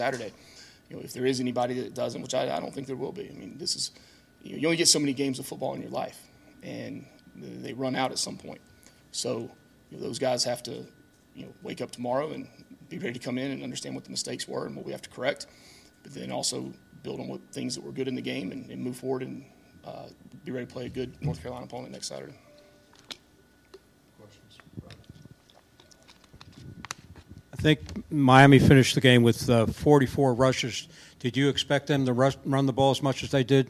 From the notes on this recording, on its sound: Postgame press conference (Miami).